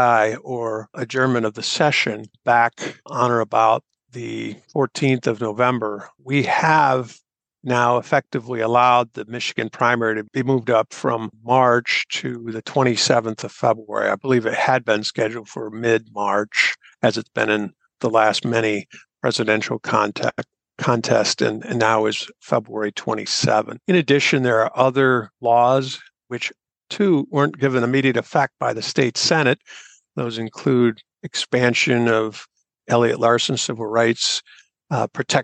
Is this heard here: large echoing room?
no